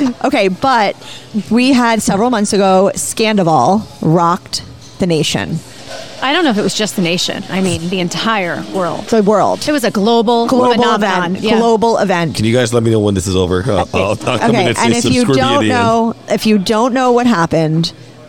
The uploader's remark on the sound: Recorded at Pizza District